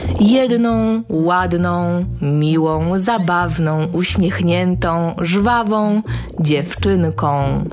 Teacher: na końcu wyrazu dziewczynka, książka, lalka musi być dźwięk on